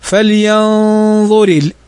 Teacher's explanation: نون ساكنة بعدها الظاء والظاء من حروف الإخفاء في النون الساكنة